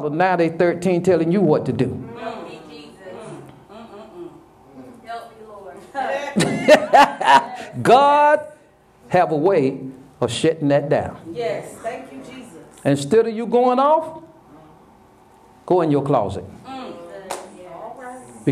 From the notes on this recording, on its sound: Sermon preached from Wesley AME Zion Church